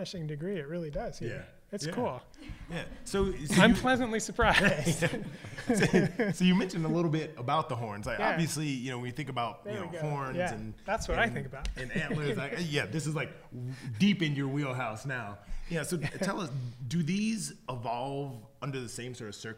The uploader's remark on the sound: This episode comes to you live from the historic Roxy Theatre in Missoula, MT as part of the 41st Annual International Wildlife Film Festival.